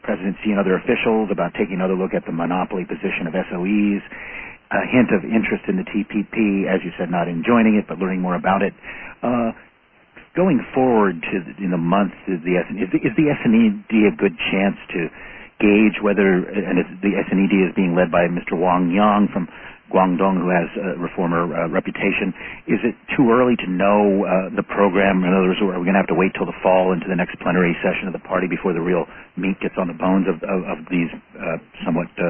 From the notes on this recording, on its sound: Conference call on June 13, 2013. In a National Committee on U.S.-China Relations conference call.